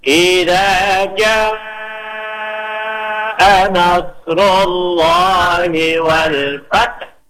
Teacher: kemudian H-nya itu pas dengan makhrajnya di tengah tenggorokan.